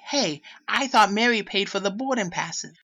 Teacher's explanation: she's dropping the R's in words like boarding